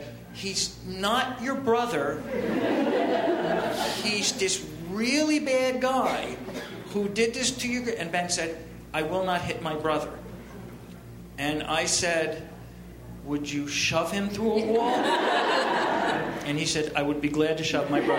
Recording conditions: busy venue